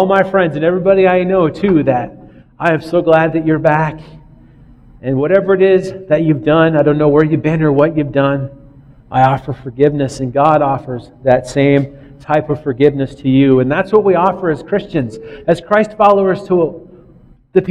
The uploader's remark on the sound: recorded on Nov 1st, 2009 at River Rock Church in Belle Plaine MN